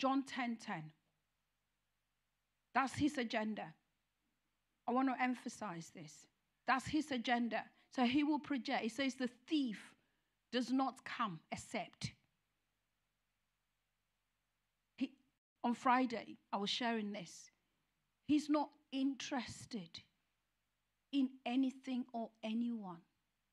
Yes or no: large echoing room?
yes